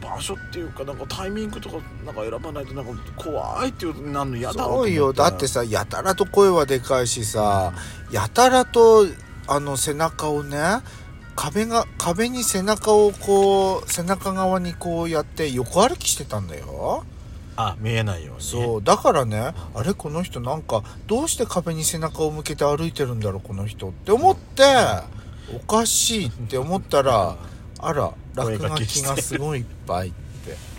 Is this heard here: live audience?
no